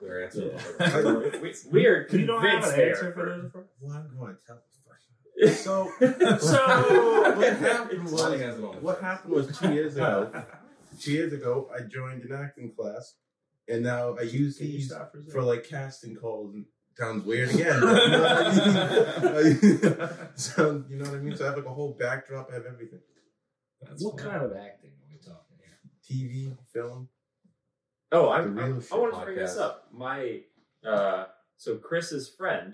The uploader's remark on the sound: Unfortunately we lost the audio file so this episode might sound a bit worse then our usual quality, we apologize!